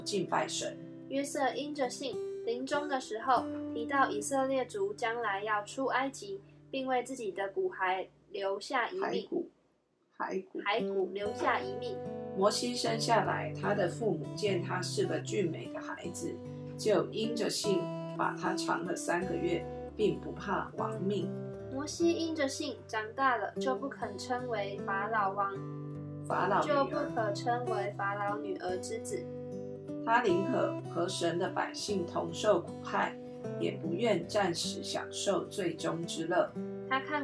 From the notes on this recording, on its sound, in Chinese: 今天換一個角度錄音，所以錄到許多刷刷刷的聲音，可惡啊！